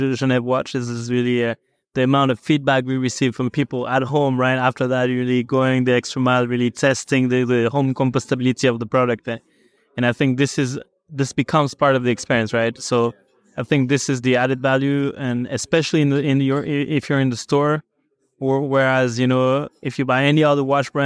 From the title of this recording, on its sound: Live At Geneva Watch Days